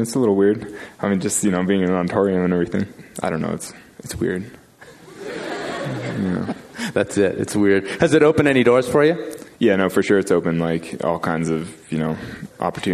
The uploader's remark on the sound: We rebroadcast audio from the 5point Aspen event from Feb 2013. In front of a capacity crowd at the Wheeler Opera House in Aspen.